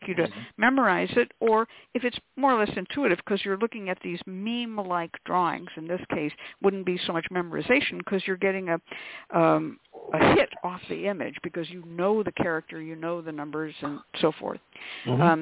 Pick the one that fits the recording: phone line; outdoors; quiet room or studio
phone line